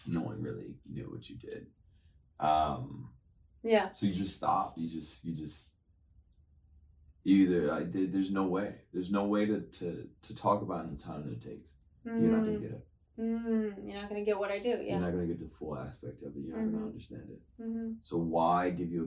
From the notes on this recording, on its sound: Recorded on an iPhone. While the Canons sit idly by, just watching our rookie mistakes.